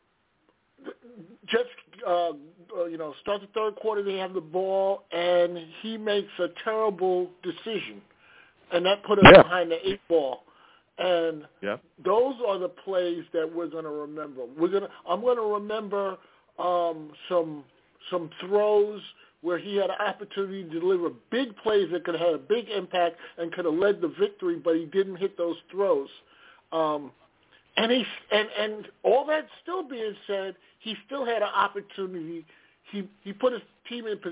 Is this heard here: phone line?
yes